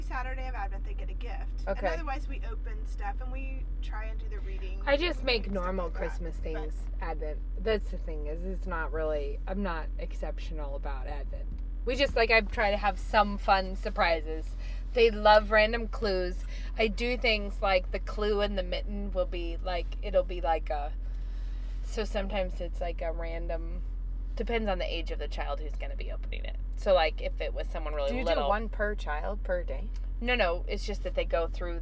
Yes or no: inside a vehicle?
yes